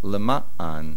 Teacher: Lema'an, the main accent is on the mem, and make sure you do not swallow the ayin.